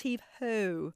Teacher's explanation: So Teresa Pratt has studied these California speech patterns for years, and she says that … is doing this thing called boat fronting, where you take the vowel in boat and it's produced with the tongue really far forwards